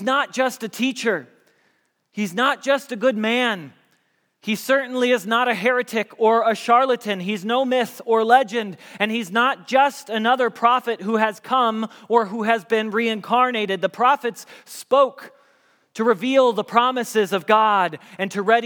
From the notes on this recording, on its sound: Message Preached at Valley Creek Church